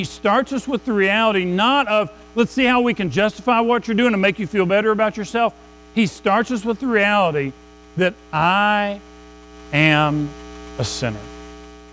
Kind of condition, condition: setting, large echoing room